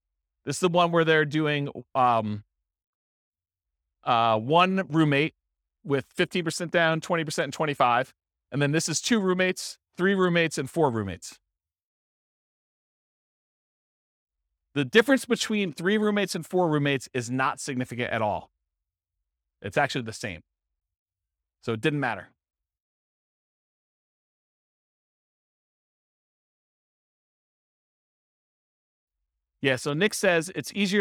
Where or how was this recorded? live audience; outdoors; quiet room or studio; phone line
live audience